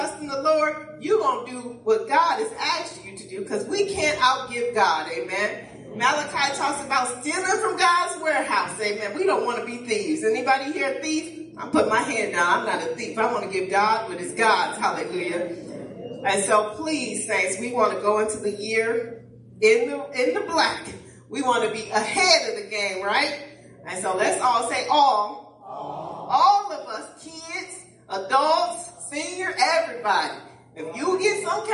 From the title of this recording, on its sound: Praise and Worship Service